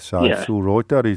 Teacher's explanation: You don't move your mouth that much, and it's quite nasal because your nose would normally be blocked.